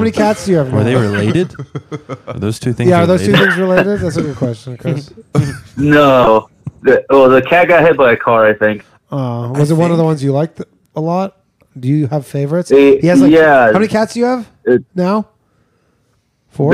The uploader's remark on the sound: The Bathhouse is a live call-in show recorded from the green room of The Stand one of New York City's best comedy clubs.